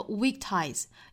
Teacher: weak ties 的重音呢我们听到原声应该是落在了第一个音节上